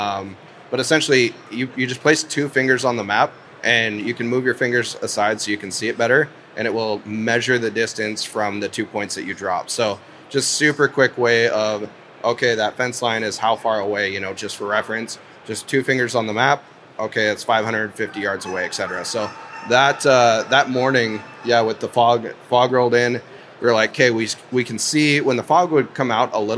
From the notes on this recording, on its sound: Live from the Pacific Northwest Sportsmen's show.